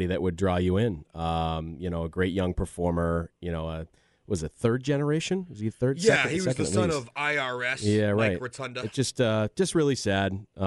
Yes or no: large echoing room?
no